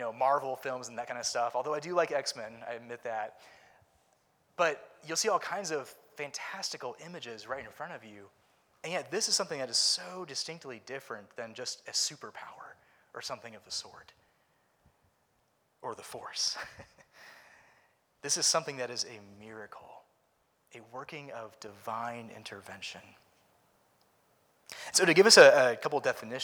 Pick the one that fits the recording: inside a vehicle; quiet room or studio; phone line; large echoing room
large echoing room